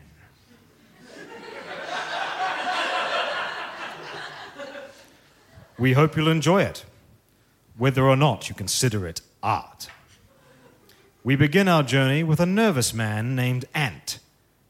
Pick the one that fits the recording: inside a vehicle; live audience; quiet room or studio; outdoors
live audience